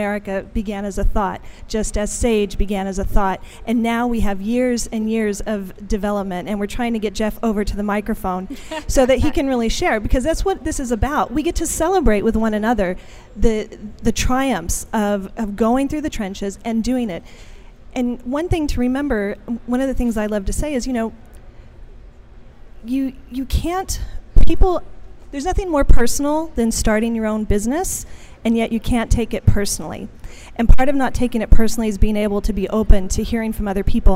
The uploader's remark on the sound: Live from #SageSummit. BROADCAST LIVE FROM THE SAGE SUMMIT 2015 IN NEW ORLEANS, LOUISIANA.